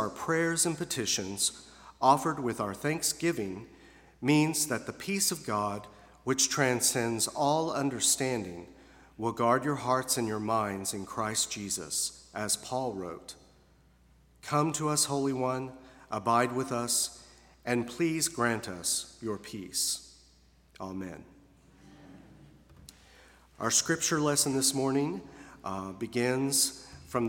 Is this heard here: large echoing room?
yes